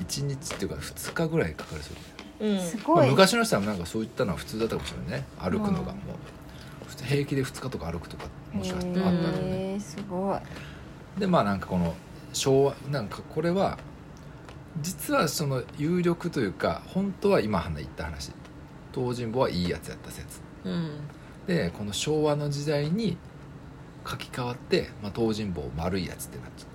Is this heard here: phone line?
no